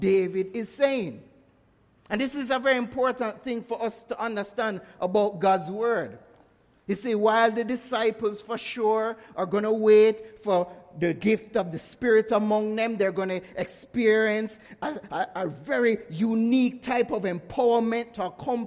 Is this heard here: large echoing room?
yes